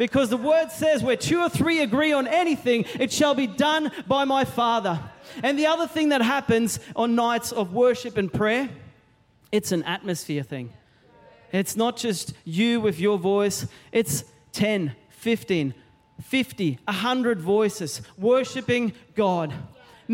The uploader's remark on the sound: Recorded during our 9am service on Sunday, the 24th of September 2023.